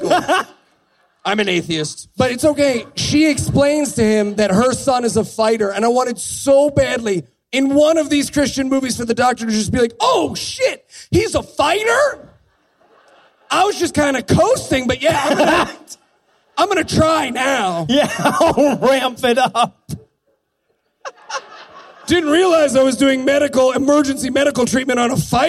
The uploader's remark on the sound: Live from the American Atheist Conference in Cincinnati. We team up live in Cincinnati, Ohio from the American Atheist Conference.